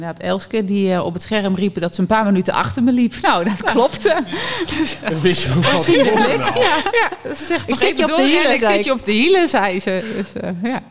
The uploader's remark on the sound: Live in front of a studio audience!!! Is deze aflevering opgenomen voor een live publiek bij Locatie Punt in Deventer!